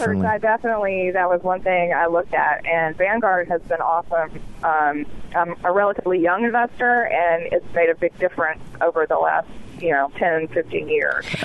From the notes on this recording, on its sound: take listener phone calls